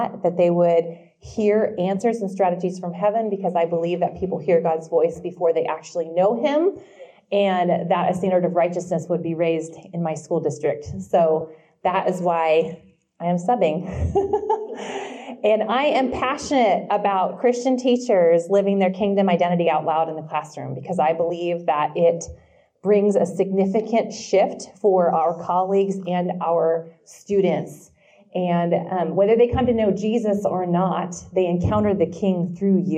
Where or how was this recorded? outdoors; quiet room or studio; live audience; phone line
live audience